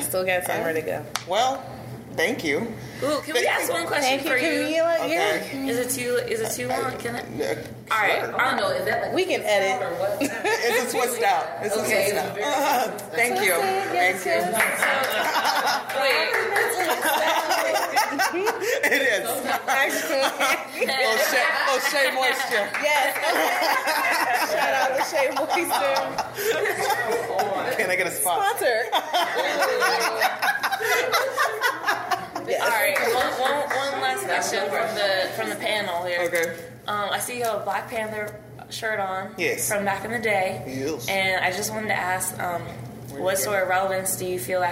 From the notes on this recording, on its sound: during a live podcast